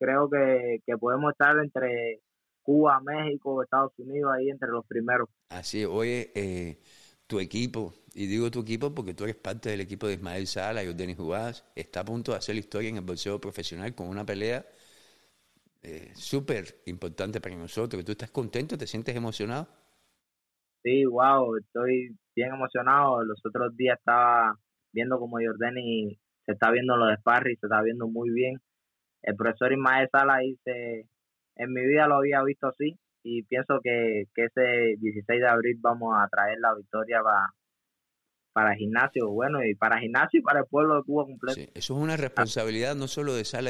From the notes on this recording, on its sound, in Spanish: al igual que con el publico a travez de llamadas telefónicas